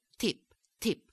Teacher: the tongue is going to thrust and hit on the teeth, lower down on the teeth instead of on the gum ridge. So you have a bit of a more dental T. · Term: Italian dentals